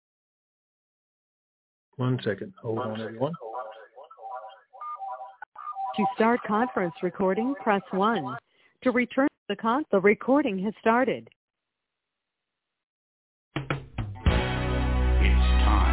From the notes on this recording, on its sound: TNTSuperfantastic Conference Call